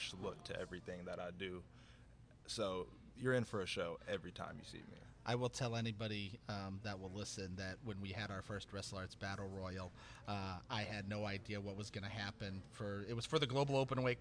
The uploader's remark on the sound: WrestleARTS 11 Preshow Extravaganza at Sahara Grotto. Special pre-show episode recorded at the iconic Sahara Grotto.